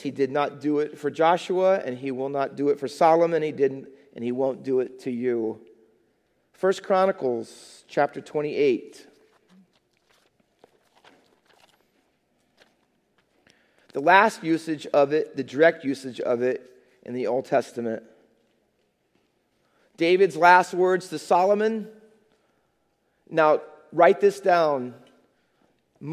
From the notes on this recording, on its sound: Faith Baptist Church in Hamilton, NJ.